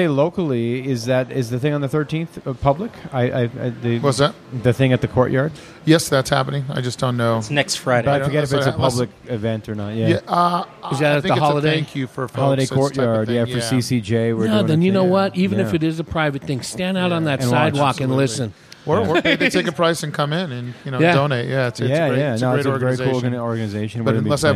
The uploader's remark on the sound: Recorded at Granite Mountain Brewing in Prescott, AZ. Recorded at Granite Mountain Brewing in Prescott, AZ.